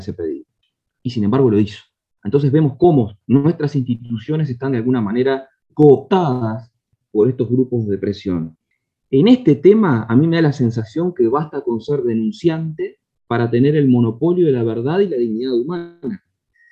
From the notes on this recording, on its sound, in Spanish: Mesa Redonda Virtual